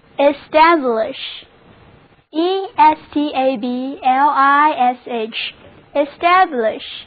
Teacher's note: A 字母发作 a 的梅花音，重音放在第二个音节上